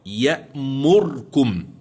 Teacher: فقد قرأ البصري بخلف عن الدوري بإسكان الراء يأمركم